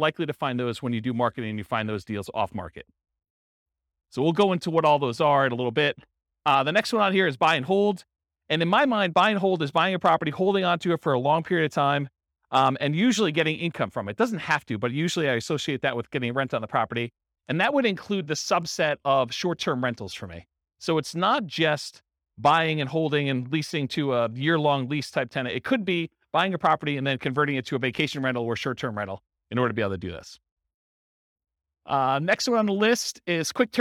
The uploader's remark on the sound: This was a live class recorded